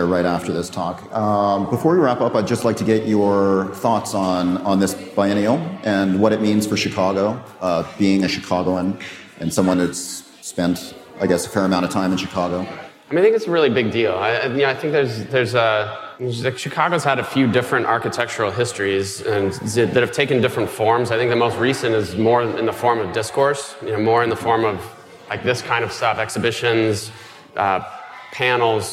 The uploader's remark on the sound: For our final live Mini-Session, recorded during our Next Up event at the Chicago Architecture Biennial.